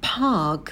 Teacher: на «п» добавляем придыхание и долгий звук «а», такая волна